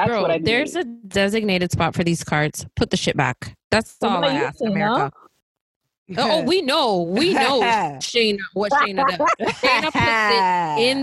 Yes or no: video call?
yes